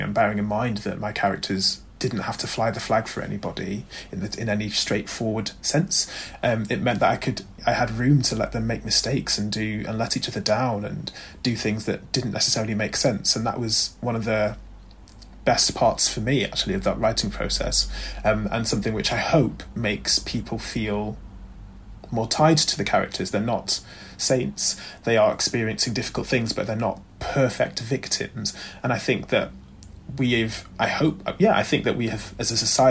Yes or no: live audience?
no